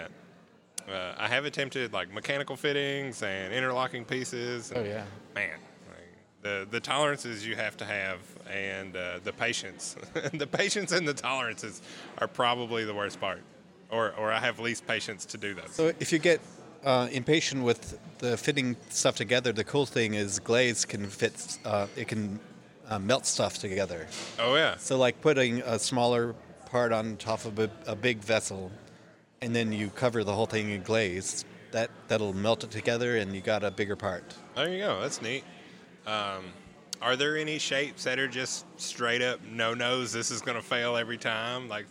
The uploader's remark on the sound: We sat down for a pint